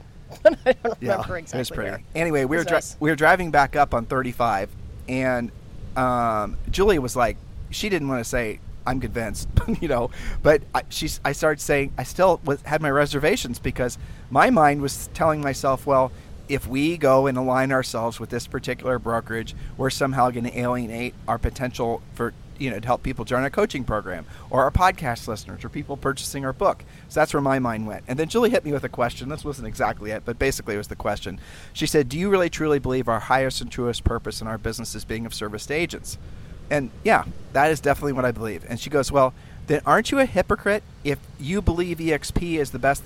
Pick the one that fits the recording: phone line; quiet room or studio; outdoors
outdoors